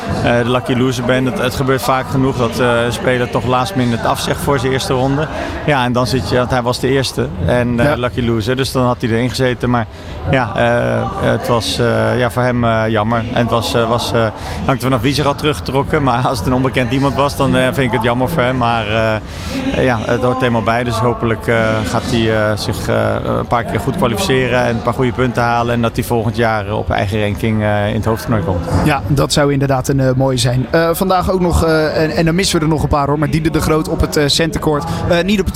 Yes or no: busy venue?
yes